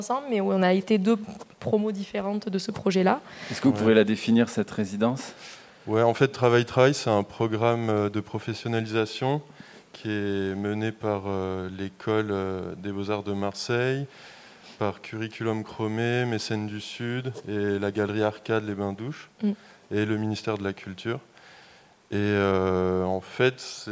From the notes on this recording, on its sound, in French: Emission réalisée en direct depuis le Load de l'école des Beaux Arts de Luminy à l'occasion des Journées Portes Ouvertes 2021